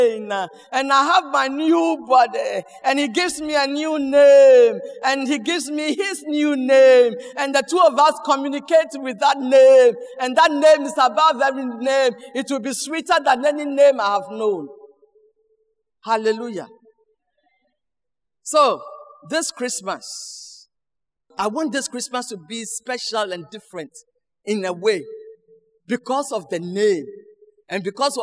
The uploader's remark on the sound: Sermon preached at CBC Shiashie Campus